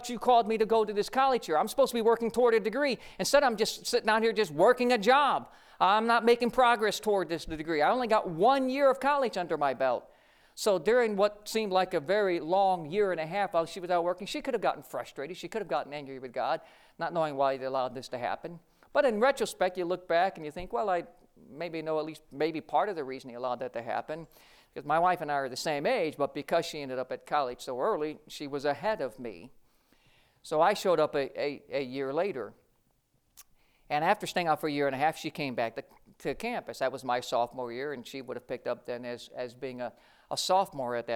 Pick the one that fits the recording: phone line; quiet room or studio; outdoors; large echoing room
large echoing room